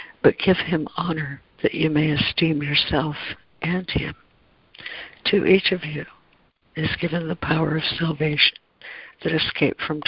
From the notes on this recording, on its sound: ACIM Daily Conference Call